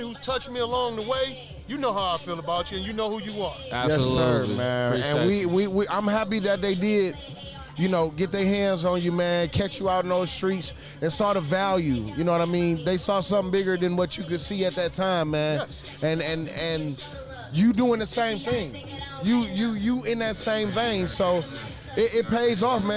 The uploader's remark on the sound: Live from Sound Mind Sound Body